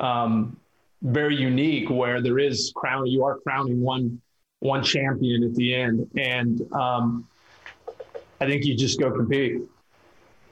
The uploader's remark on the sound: fielded questions from local media via ZOOM